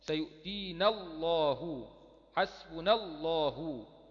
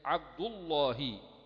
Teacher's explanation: يبقى تفخم أو تغلظ لام لفظ الجلالة إذا جاء قبلها حرف مفتوح أيا كان هذا الحرف